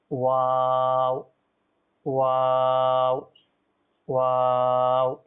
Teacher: এরপর ওয়াও, এটা উভয় টুটের গোলা, উভয় টুটকে যখন আমরা গোল করে এটা আমরা ব্যবহার করবো